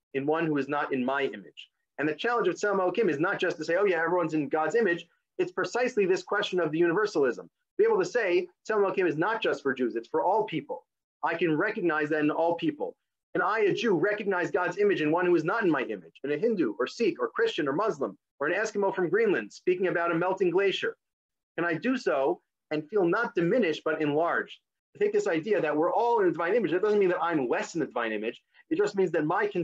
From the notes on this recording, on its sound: This audio was originally captured from Zoom